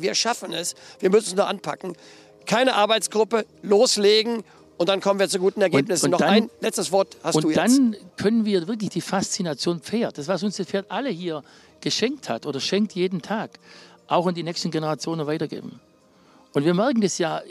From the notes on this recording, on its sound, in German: Dieses Gespräch wurde im Zuge der Bundeschampionate im September 2023 in Warendorf aufgenommen.